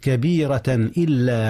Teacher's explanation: التنوين في كبيرة أظهر قبل الهمزة · Term: الإظهار